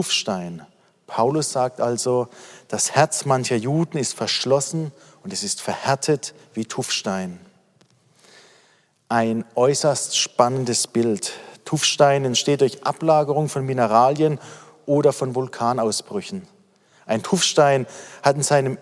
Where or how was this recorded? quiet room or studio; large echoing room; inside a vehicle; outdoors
large echoing room